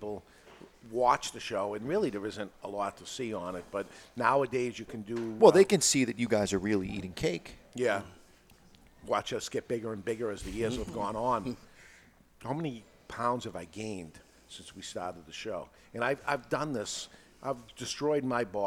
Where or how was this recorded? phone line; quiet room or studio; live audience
live audience